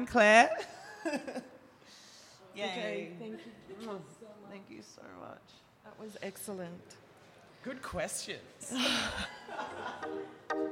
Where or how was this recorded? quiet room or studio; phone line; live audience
live audience